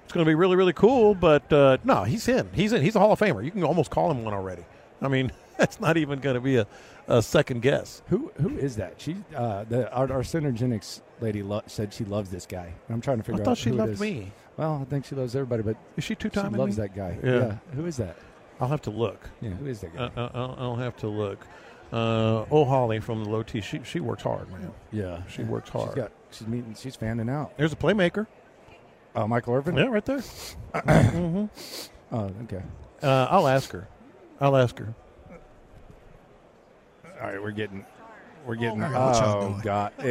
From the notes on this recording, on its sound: LIVE at Radio Row.